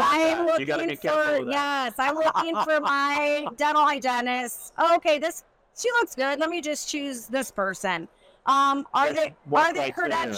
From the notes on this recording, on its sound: live from the Hinman Dental Congress